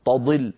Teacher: صارت التاء وكأنها طاء تقريبا